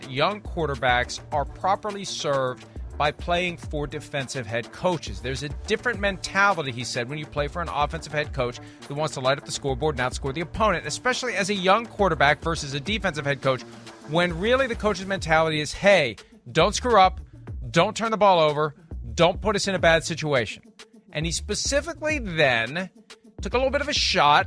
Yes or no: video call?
no